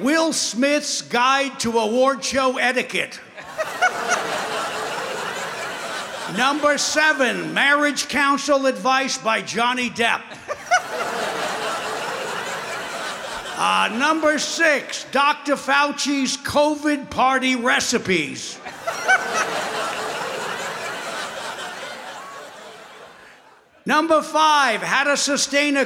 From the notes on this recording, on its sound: Live at the South Point Casino